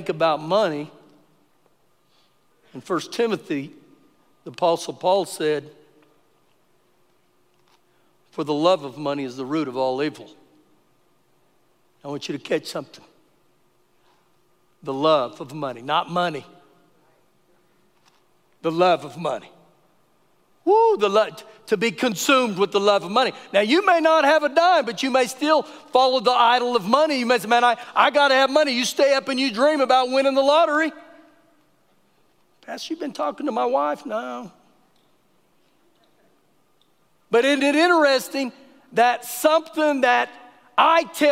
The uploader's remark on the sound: Recorded live during our Wednesday night service